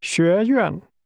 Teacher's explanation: The tone first rises, then falls.